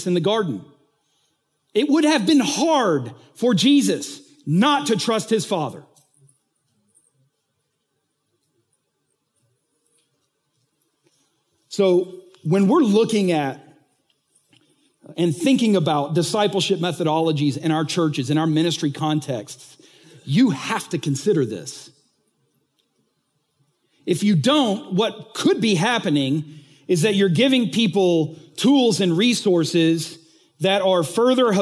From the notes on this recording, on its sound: recently taught at the Church Leaders Conference